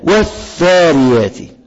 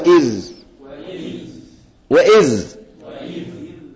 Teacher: لو أنت تنفست الذال لو خدت بالك هتسمع صوت كأنك نهيت الذال بحرف الثاء · Shown in: first take